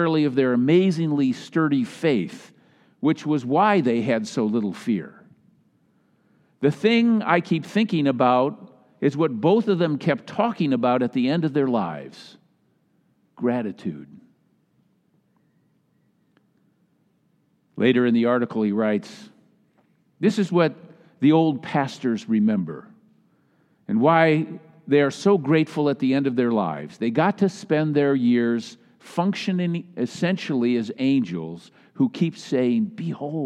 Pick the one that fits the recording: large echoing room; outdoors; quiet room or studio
large echoing room